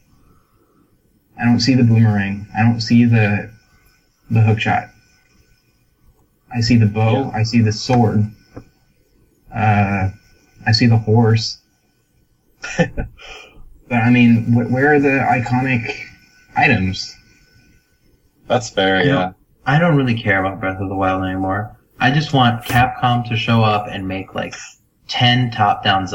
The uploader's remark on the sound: We also had a hiccup with the recording this week, so apologies if the recording quality is a bit lower than usual.